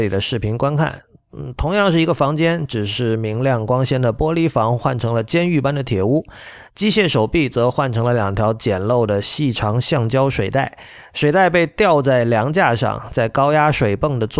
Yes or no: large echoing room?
no